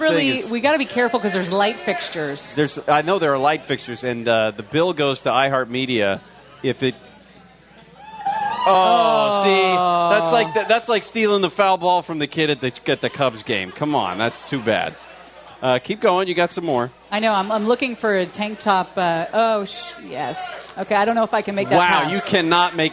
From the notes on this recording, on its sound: News and Brews LIVE from the HQ Gastropub Huntington Beach